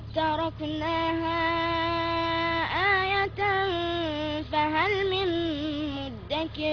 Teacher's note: أدغمت الدال في التاء من قبيل اللي هو الإدغام المتجانسين الصغير